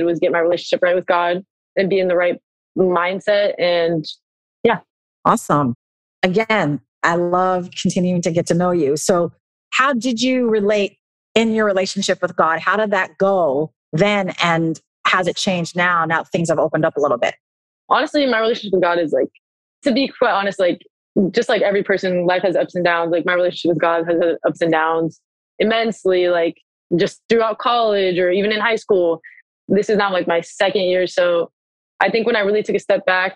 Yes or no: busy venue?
no